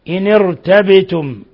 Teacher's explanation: نحرك النون تخلصا من التقاء الساكنين لئلا يجتمع ساكن مع ساكن، فحركنا النون بالكسر وفخمنا الراء لأنها مفخمة في نحو هذه الألفاظ، إن ارتبتم والباء تقلقل أيضا لسكونها ولأنها من حروف قطب